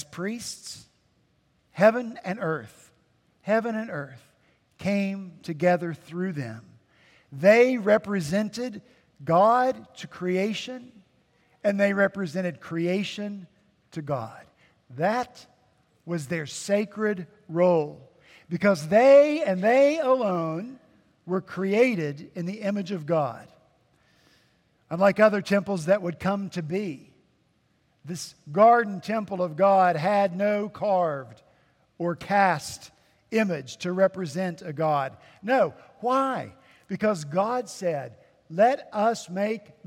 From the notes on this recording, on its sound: At Redeemer Presbyterian Church in Charleston, SC, our senior pastor preached in his sermon series.